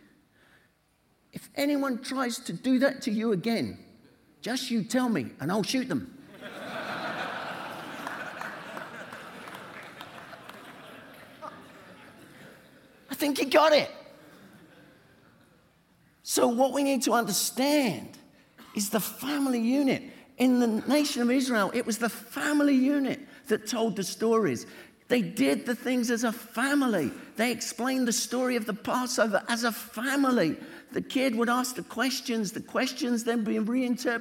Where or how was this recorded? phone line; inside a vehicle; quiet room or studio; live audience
live audience